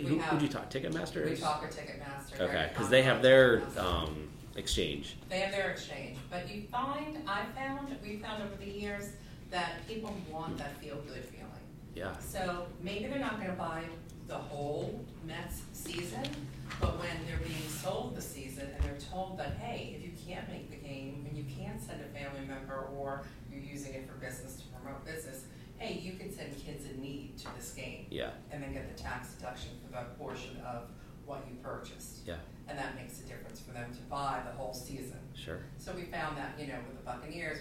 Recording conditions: poor sound quality